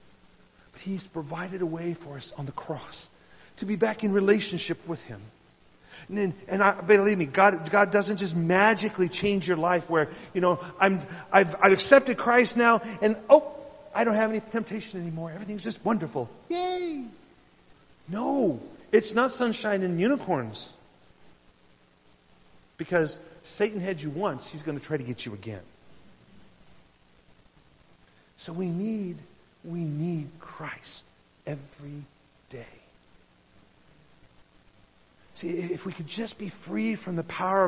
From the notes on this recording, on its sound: I had the privilege of sharing a message at New Life Fellowship in Huntington Indiana.